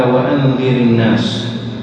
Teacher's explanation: هذه الكسرة العارضة توجب ترقيق الراء كذلك